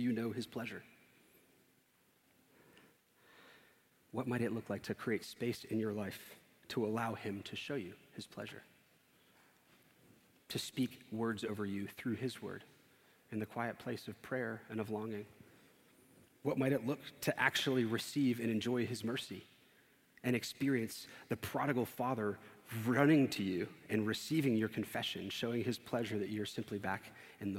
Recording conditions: large echoing room